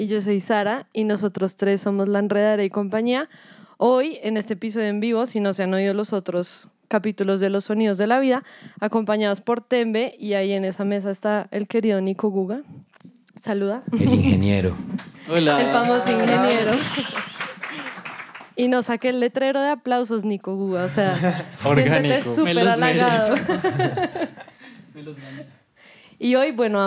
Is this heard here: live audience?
yes